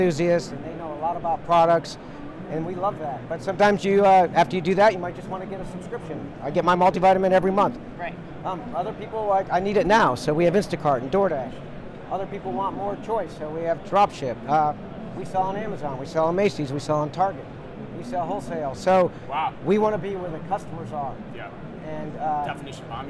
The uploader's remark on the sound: LIVE FROM #NRF2024